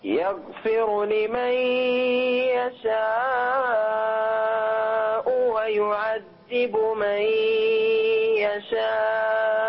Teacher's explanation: كثير المد الأول. خلى أربع حركات لمن يشاء الأول